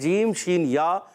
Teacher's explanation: وسطِ زبان وسطِ تالو سے یعنی زبان کے درمیانی حصے سے اور تالو کے درمیانی حصے سے یہ تین حروف ادا ہوتے ہیں جیم شین یا ان کو کہتے ہیں حرف شجریہ یاد رکھنا